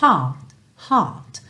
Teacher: T final, mas ele é tão sutil que ele não chega a aparecer, tá? Pode aparecer, às vezes, hot, hot, mas pode não aparecer.